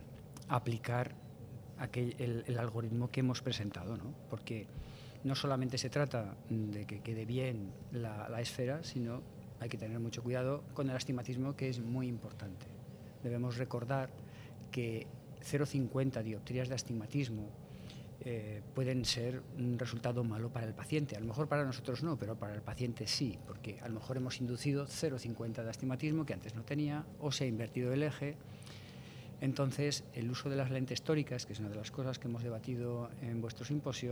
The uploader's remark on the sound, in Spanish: grabado durante la 38º edición del Congreso SECOIR en España